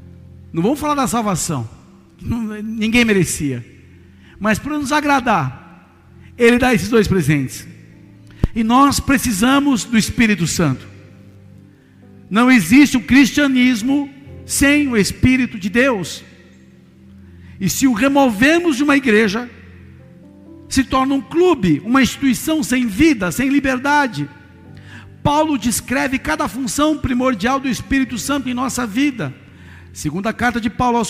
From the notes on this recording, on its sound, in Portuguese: Áudio extraído do culto da igreja Bola de Neve Porto Alegre